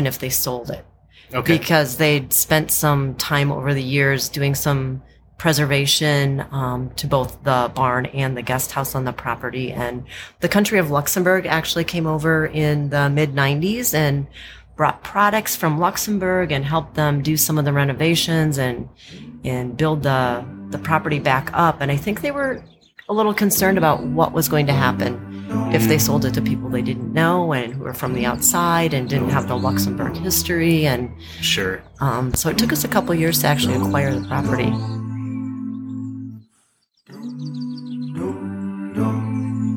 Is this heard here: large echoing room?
no